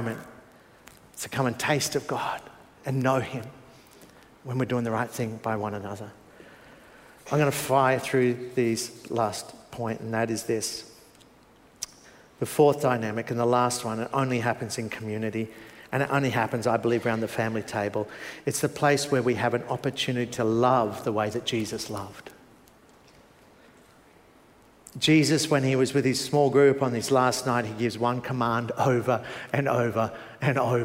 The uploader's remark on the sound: Preached 9am service